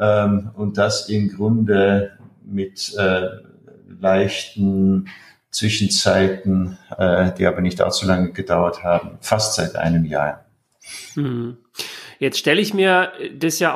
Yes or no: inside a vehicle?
no